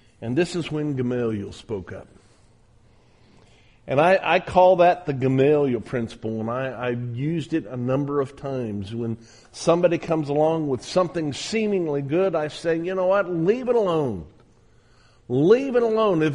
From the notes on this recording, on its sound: At the Southwest Church of Christ in Omaha, Nebraska.